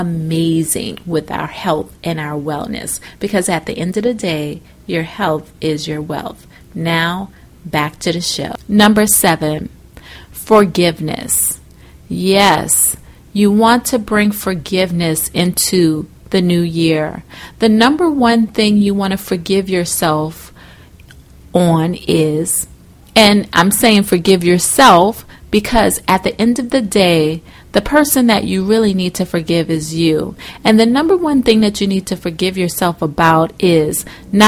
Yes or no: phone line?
no